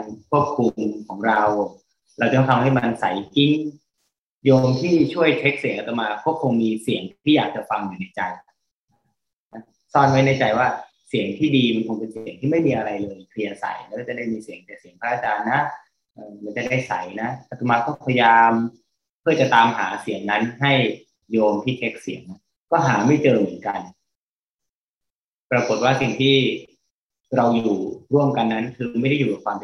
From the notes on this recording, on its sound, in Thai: ขออภัย คุณภาพเสียงไม่ดีนัก เนื่องจากระบบการบันทึกเสียง